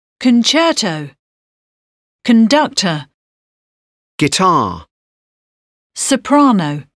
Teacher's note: Stress on second syllable